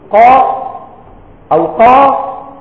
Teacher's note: حرف القاف فتشعر أنه من داخل اللسان في أول الحلق على التقريب